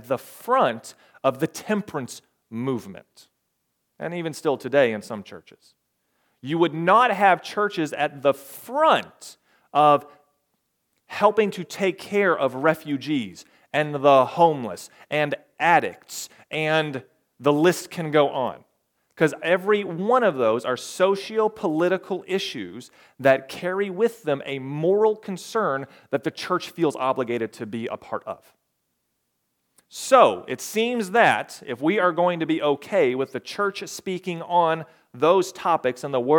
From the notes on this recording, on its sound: recorded May 14, 2022, at the Ringgold Seventh-day Adventist Church.